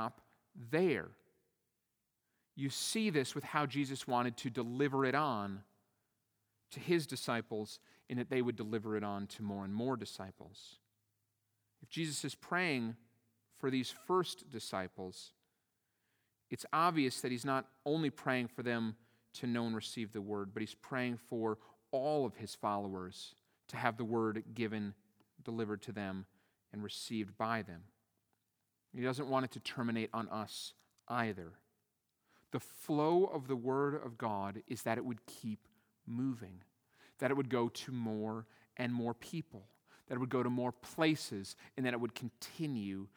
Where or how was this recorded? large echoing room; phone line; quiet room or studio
large echoing room